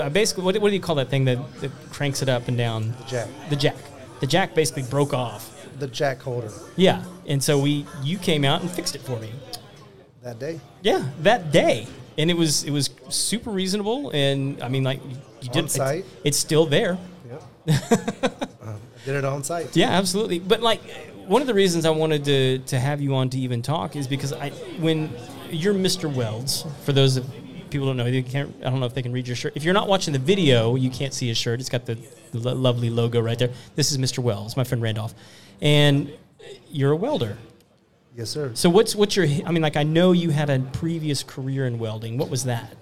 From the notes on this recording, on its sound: Live Networking Event at Baker Street Pub. At a live event in The Woodlands TX.